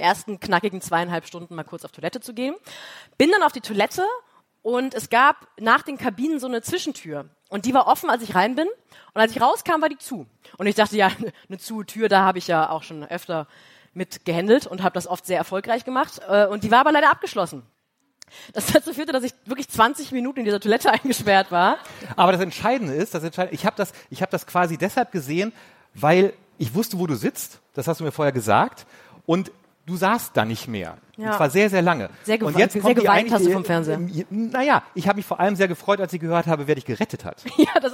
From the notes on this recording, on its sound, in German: Live in Hamburg. "Die Schaulustigen" haben ihren Podcast das erste Mal live vor Publikum aufgezeichnet, im Hamburger Mojo Club bei der Langen Nacht der ZEIT.